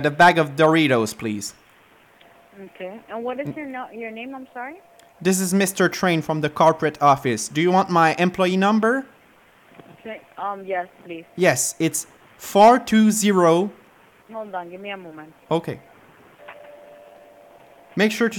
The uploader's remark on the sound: Prank Phone Calls